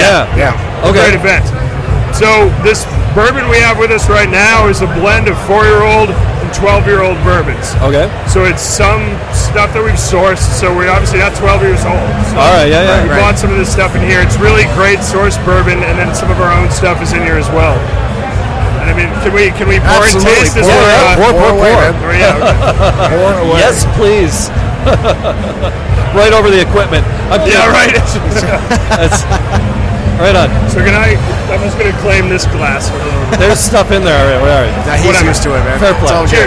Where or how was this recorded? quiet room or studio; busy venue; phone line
busy venue